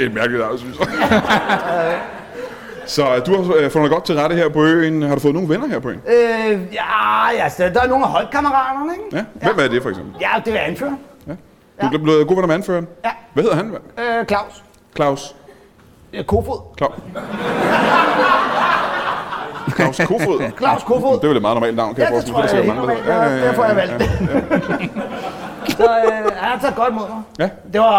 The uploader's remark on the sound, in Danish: LIVE fra Penyllan Brewery Bornholm.